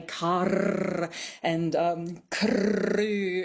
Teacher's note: You know, they think people say car and crew and, you know, really roll their R's, trill their R's. And actually, that may be a feature of some older dialects, maybe some older regional dialects, but it's really not very common in contemporary speakers. · Term: rolling R